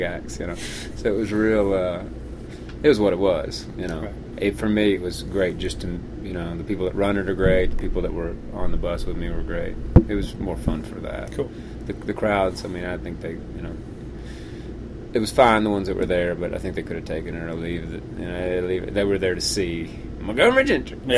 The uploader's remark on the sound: I jump on the bus. At The Revival Tour in Denver, Colorado.